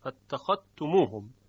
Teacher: کلمه فاتخذتموهم که در اینجا حرف ذال در تا ادغام میشود